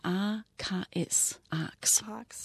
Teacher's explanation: Wenn zwei Konsonanten getauscht werden. · Term: Umstrukturierung